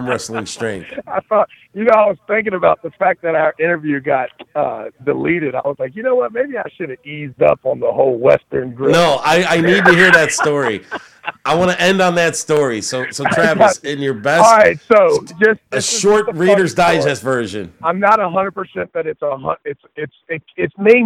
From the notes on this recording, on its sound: gets on the phone for a quick interview